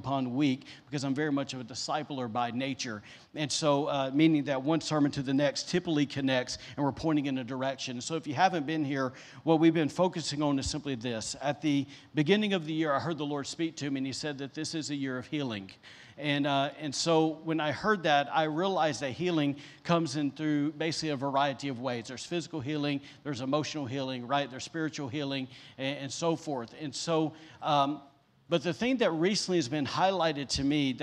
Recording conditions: large echoing room